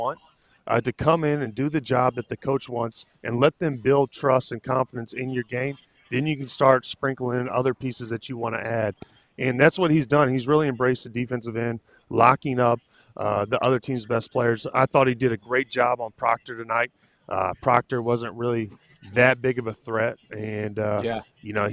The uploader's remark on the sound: LIVE from Rupp Arena, Chapel Hill, AND Phog Allen! LIVE from arenas around the country.